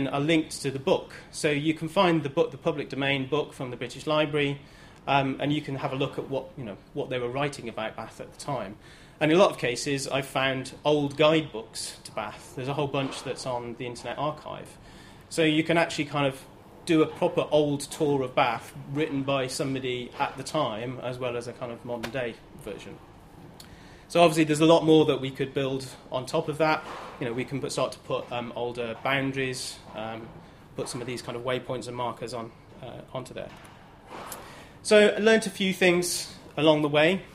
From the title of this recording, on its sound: Friday lunchtime lecture